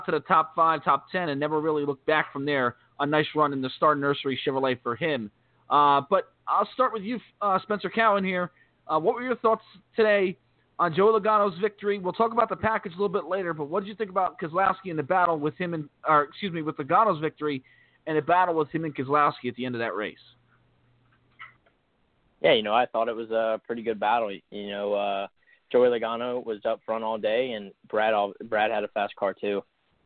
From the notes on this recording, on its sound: We'll also take your phone calls.